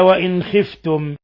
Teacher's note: نون ساكنة جاء بعدها الخاء إظهار حلقي